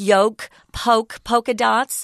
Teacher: notice I'm not pronouncing the L